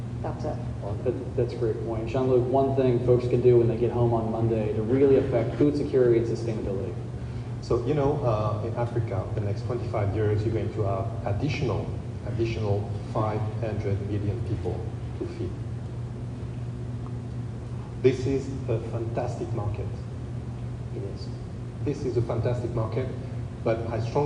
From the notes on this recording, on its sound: AgriNovus hosted a panel discussion at Indiana's first Global Economic Summit last week and we've got the full session right here.